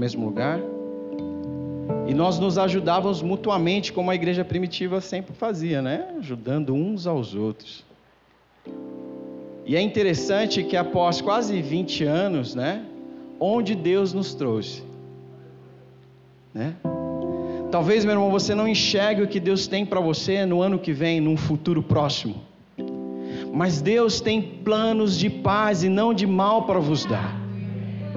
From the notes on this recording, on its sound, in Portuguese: Culto gravado em 11/12 durante a celebração do culto